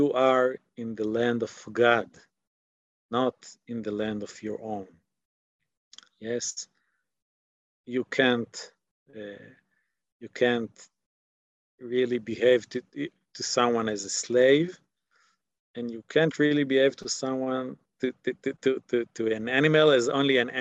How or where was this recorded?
video call